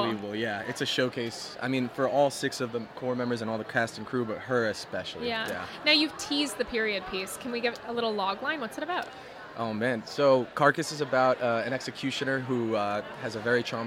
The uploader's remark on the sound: AFI FEST Live. Surviving 65 mph winds. We are live, on-location at the TCL Chinese Theatre for AFI FEST 2023.